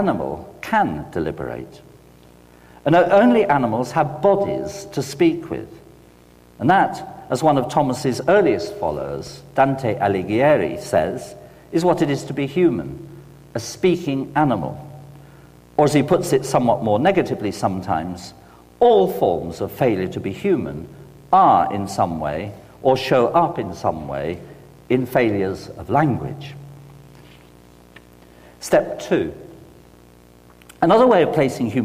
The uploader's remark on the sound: delivered this lecture on May 14, 2008 at Swift Hall